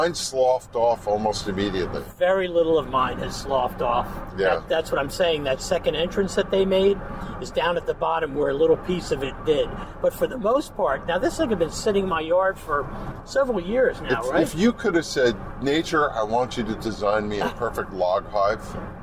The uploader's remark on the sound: In the Car.